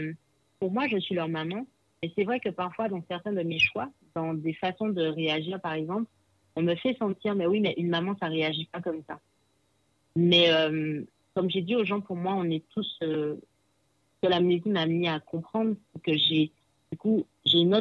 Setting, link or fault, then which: link, phone line